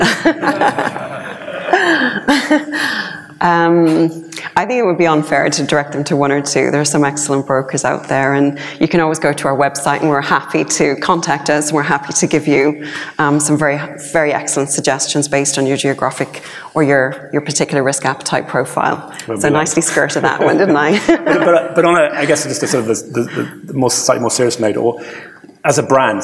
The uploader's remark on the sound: one of the keynote presentations at the Cytora conference in November